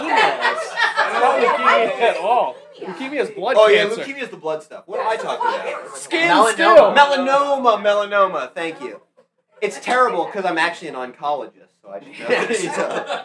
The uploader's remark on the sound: Live from Fair Verona